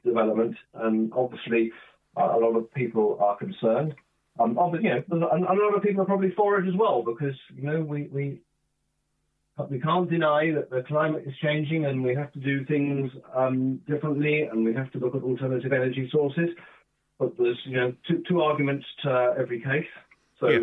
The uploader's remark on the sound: joined on the phone by Broadford correspondent